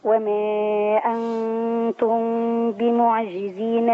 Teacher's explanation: مين مع باء؟ في إخفاء